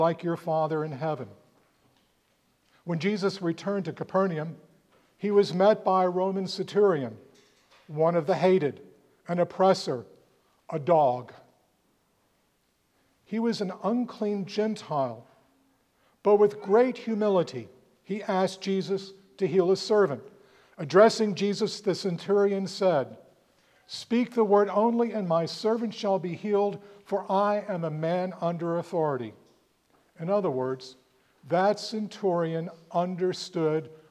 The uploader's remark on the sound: preached at All Saints Anglican Church in Charlottesville, VA on February 25, 2024